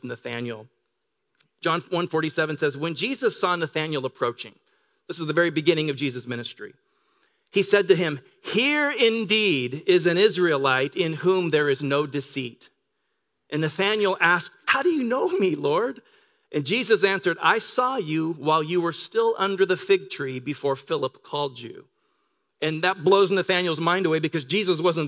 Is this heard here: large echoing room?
yes